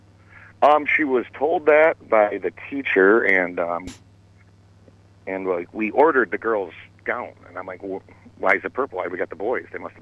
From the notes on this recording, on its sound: a father called